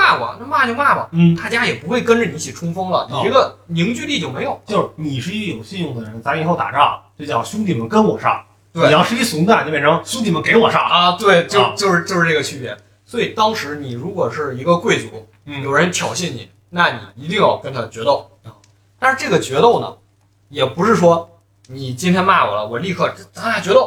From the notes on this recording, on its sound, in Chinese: 我们这次尝试了新的录音设备，新设备尚未调整好，音质有所下降